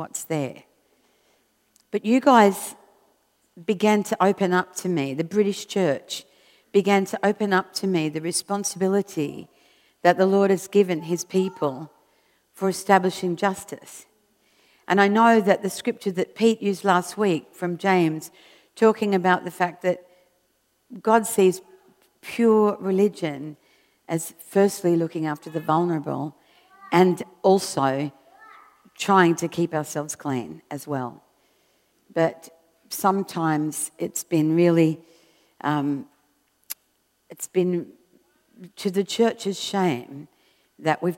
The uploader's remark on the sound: This was recorded at Skylark Church.